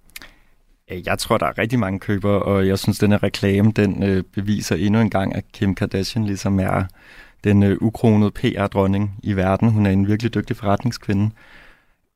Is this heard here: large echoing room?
no